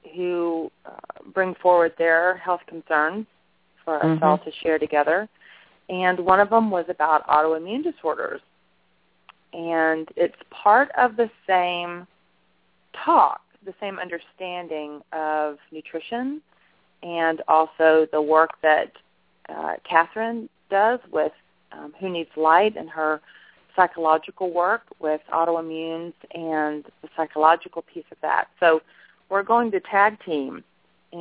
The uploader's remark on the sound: She will do a channeling session live so that callers can hear from our Teachers and Guides, and call in and speak with the Ascended Masters. This radio show. Personal responses to callers during the special call-in segment.